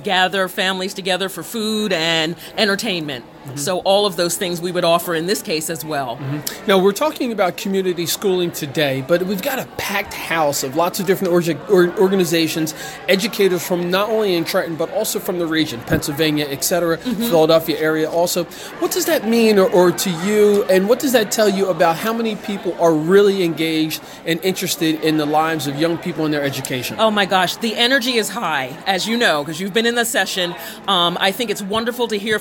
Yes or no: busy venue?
yes